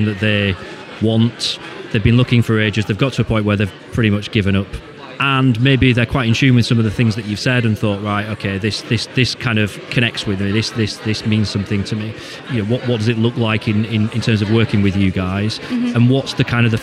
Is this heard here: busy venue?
yes